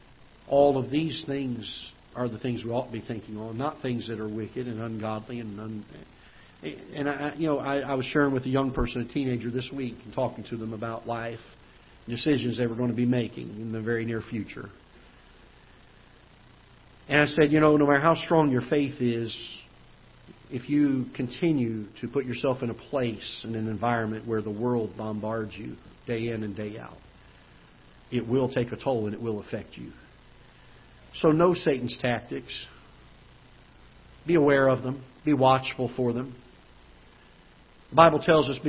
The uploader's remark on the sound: Ketha Heights Baptist Church ~ Live Broadcast